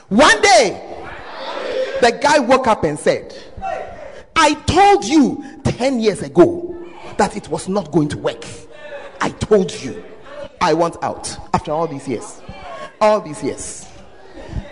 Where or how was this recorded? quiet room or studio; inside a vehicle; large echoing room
large echoing room